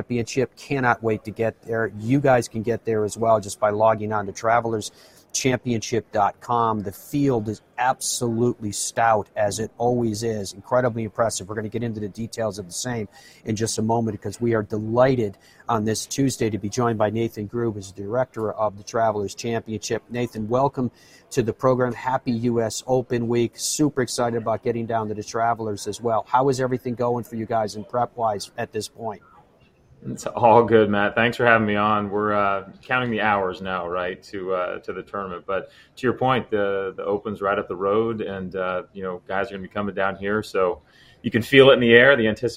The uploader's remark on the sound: broadcasts live from the US Open at Brookline